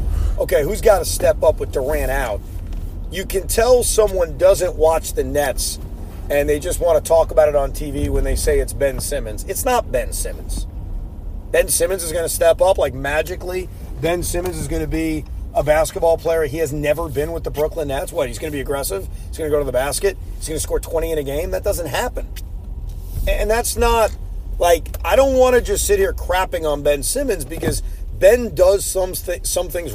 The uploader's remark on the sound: While driving home from Barclays Center.